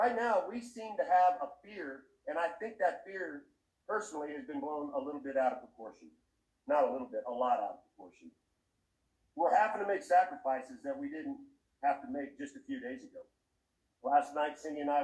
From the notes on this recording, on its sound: The sound quality is a little sketchy on this one, sorry folks.